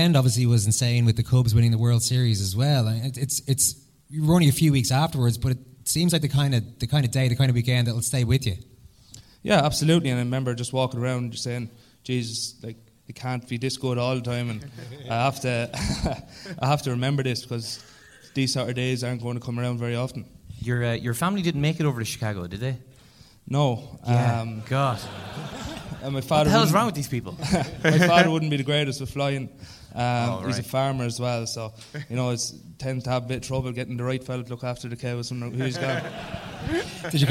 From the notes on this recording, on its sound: SECOND CAPTAINS LIVE FROM LIBERTY HALL THEATRE. Welcome to a very special recording of the show from the historic Liberty Hall Theatre.